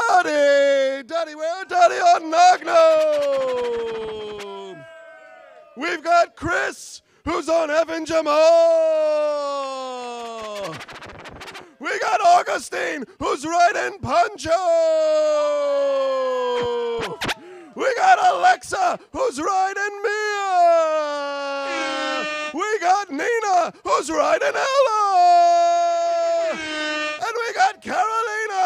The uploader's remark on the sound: Live from Woodhaven, Queens at the "Goodfellas" bar.